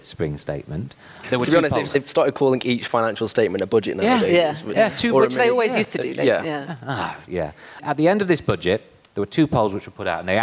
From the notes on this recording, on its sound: A special episode of the New Statesman Podcast recorded live at the Cambridge Literary Festival.